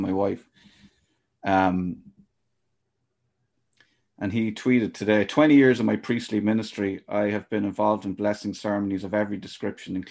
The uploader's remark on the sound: I've never met her in person but we had such a great chat on Zoom.